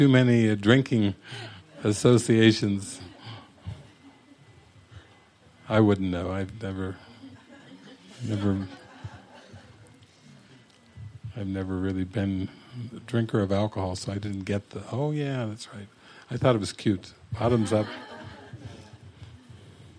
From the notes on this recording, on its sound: Recorded at a public Saturday night movie gathering at La Casa de Milagros in Chapala, Mexico.